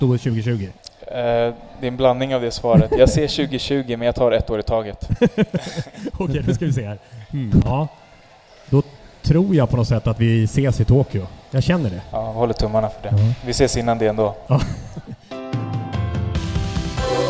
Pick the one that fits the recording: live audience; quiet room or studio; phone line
live audience